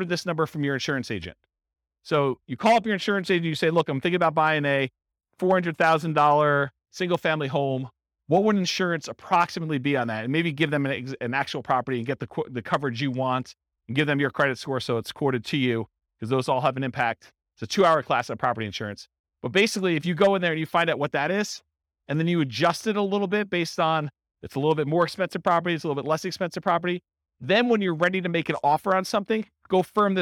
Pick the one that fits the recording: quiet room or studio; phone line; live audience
live audience